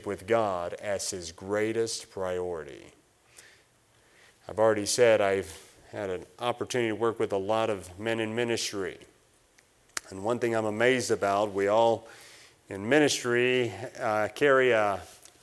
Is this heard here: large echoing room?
yes